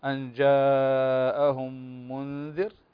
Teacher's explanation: فعندنا الميم والميم هنا إدغام مثلين صغير